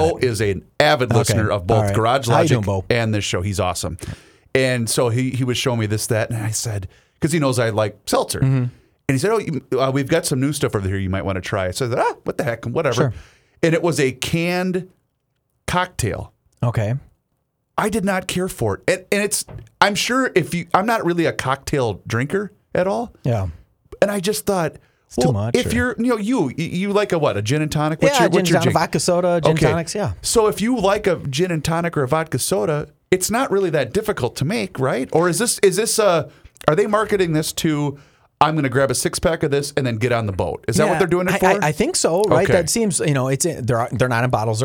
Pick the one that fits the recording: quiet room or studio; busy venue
quiet room or studio